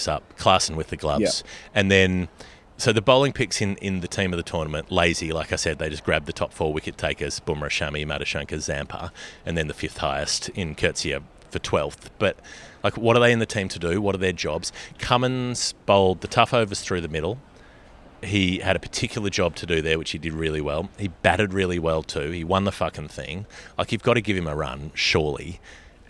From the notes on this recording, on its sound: We did record this the day after the final, both of us at airports in different countries on the way home to Australia. Somehow the audio disappeared but we've managed to salvage it since.